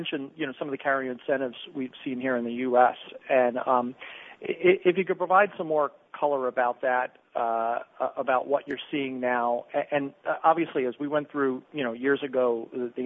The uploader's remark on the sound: Earnings Conference Call